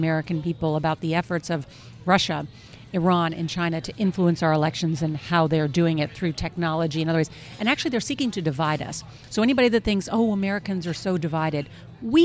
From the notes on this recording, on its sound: at Chef Geoff's in Northwest Washington